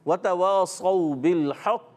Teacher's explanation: कलकला होता है, मगर ज़रा जमाव के साथ ठहर कर कलकला करते हैं। · Term: कलकलाए कुबरा